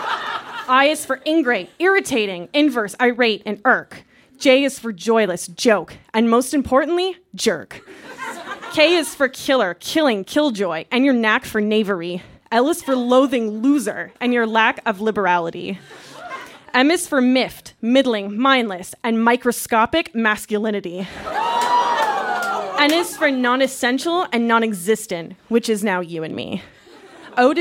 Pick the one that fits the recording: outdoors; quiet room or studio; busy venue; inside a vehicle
busy venue